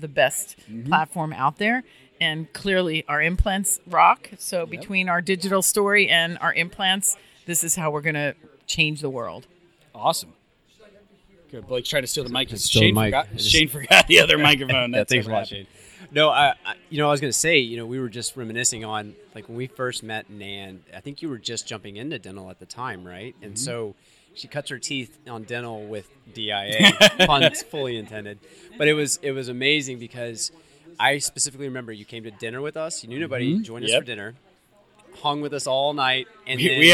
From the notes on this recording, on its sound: We are live at the ZimVie Dental Annual Sales Meeting. This meeting was a ton of fun and held in Palm Beach Gardens, FL at PGA National Resort.